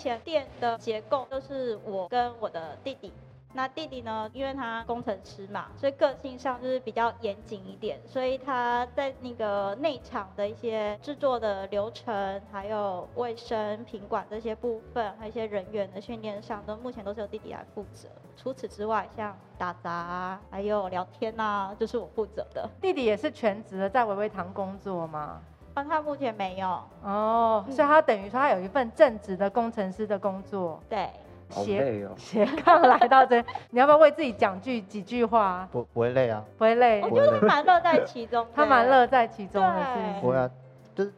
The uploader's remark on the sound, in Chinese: 本集錄音因出機到飲品店故聽到任何店內聲音都純屬自然